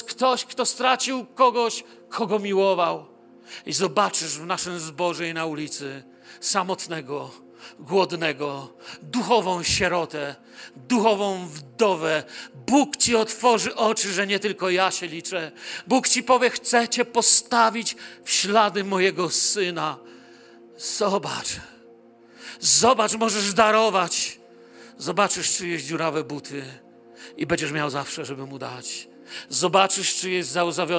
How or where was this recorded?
large echoing room